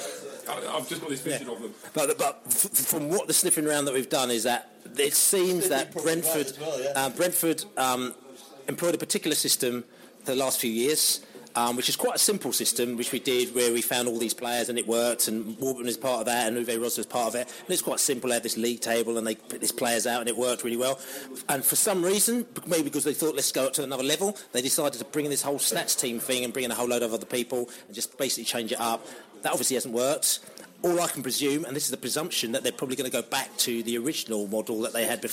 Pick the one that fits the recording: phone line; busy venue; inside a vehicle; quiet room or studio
busy venue